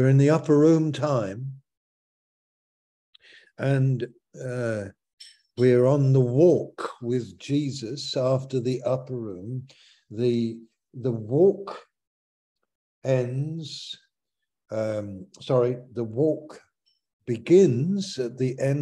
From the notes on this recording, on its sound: Malaysia Meets (Zoom).